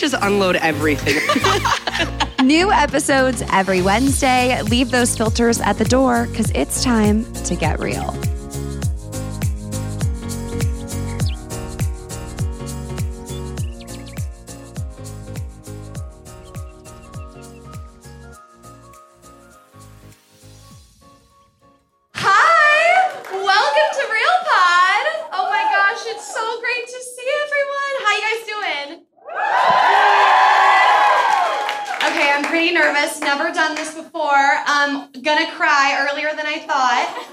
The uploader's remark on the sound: Real Pod LIVE from Hollywood Improv!